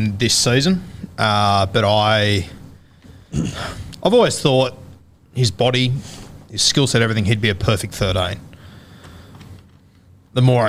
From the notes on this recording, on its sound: in front of our live crowd